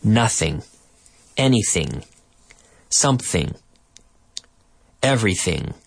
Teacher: So you have to close, you touch basically the back part of your tongue touches up to the roof of your mouth, the top of your mouth, to close off the end. You have the end sound and then you close it off momentarily to complete that G sound. · Term: ing sound